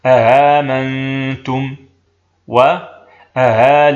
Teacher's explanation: فقرأهما قالون بتسهيل الثانية من غير إدخال، إذ هنا اجتمعت ثلاث همزات: الأولى المفتوحة المحققة، والثانية المفتوحة المسهلة، والثالثة المبدلة ألفا، فلم تدخل ألف الفصل بين الأولى وبين الأخريين خوفا من ثقل الكلمة باجتماع الهمزتين بينهما همزة.